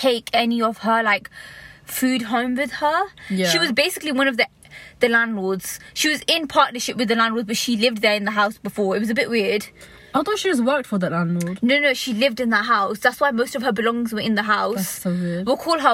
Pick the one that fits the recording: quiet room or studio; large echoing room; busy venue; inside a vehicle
inside a vehicle